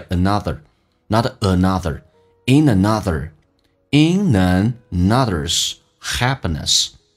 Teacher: 当快速的时候，其实那个 n 是发两次 · Term: 连音